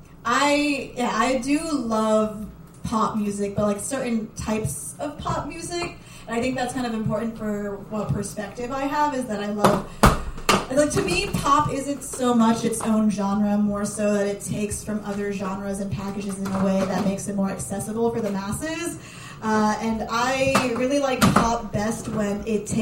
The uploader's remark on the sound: We sat down in the pizza shop to hear these new tracks. Live from Xpizza in the Seaport.